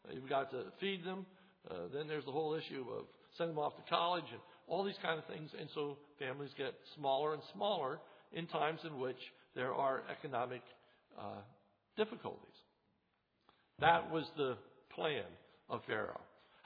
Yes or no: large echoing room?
yes